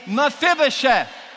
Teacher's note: So emphasis on the first syllable, if you please.